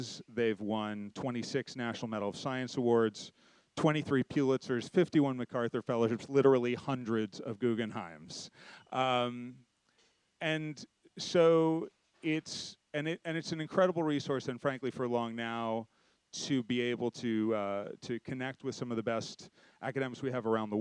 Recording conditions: busy venue